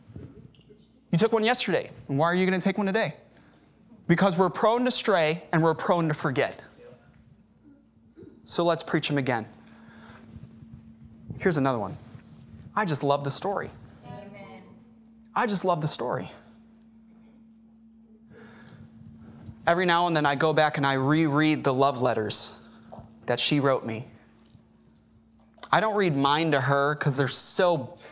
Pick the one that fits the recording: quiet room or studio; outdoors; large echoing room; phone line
large echoing room